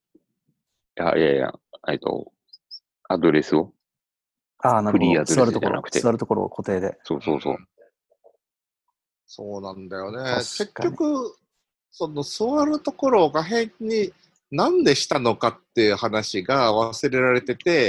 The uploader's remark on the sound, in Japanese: ZoomでおしゃべりG.W版。Zoomを有償版にアップグレードした方がいいかなぁ～。